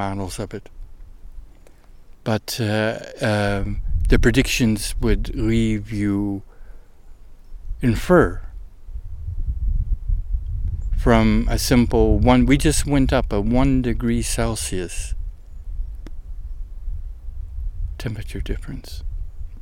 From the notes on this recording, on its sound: Trek in the South Wallowa wilderness. ASPEN GROVE where the field recording was made, part of a massive Sudden Aspen Decline (SAD) in Northeast OREGON.